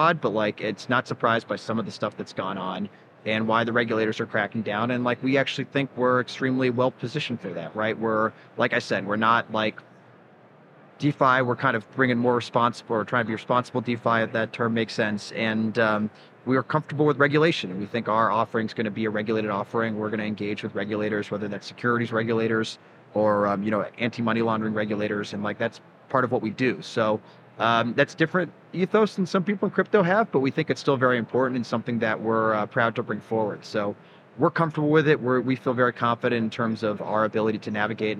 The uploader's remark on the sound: Live from Consensus 2023